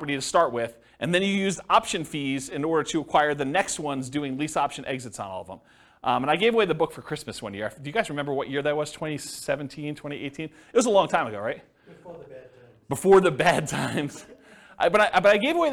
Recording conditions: live audience